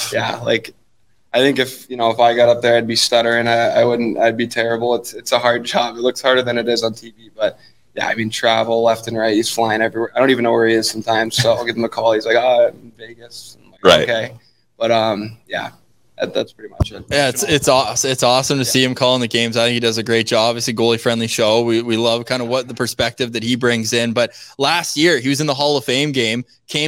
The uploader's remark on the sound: LIVE From Sens Dev Camp